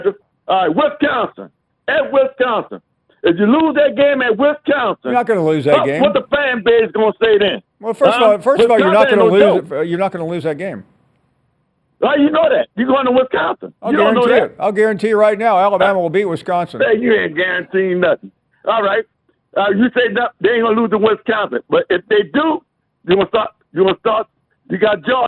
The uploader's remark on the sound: we go to the phones